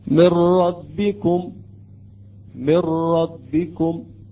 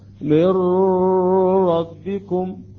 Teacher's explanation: في هذين الحرفين الإدغام كامل، يعني النون تقريبا تحذف بالكامل، لا أثر للغنة لها ولا نتأخر في حالة الإدغام · Shown in: first take · Term: الادغام الكامل